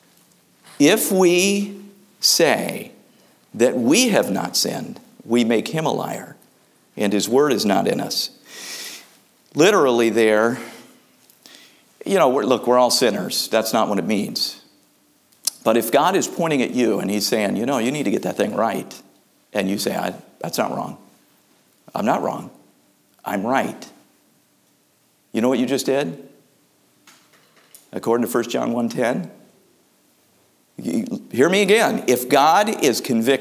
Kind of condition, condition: setting, large echoing room